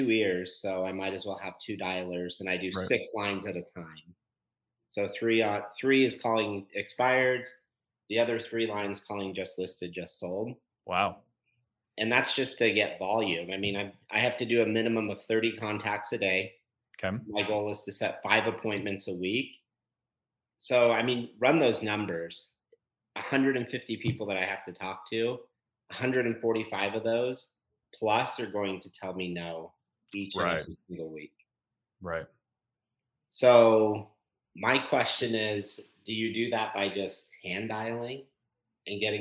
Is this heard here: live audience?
no